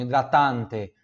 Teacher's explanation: o A no italiano é mais aberto